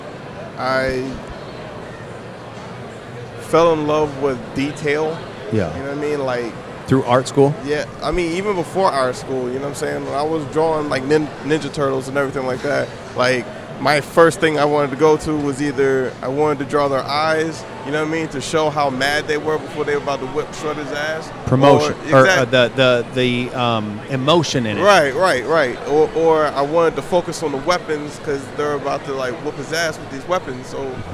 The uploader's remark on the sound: joins me in the Sullen Clothing booth, at the 2015 Musink festival.